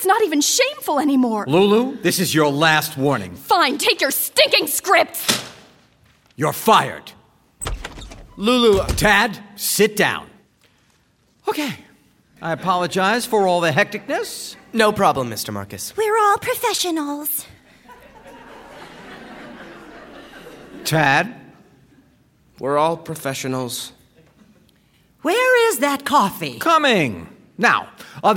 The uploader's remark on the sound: Recorded before a live audience at the Skirball Cultural Center, Los Angeles.